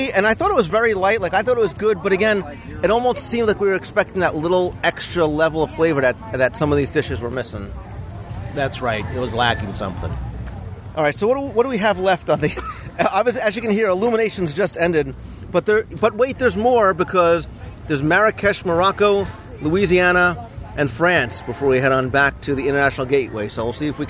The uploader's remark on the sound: We recorded our recap of the week live from Disney’s Animal Kingdom Lodge. I’ll play our live reviews from the promenade as we review samples from each Wonderland kiosk at Epcot’s International Food & Wine Festival.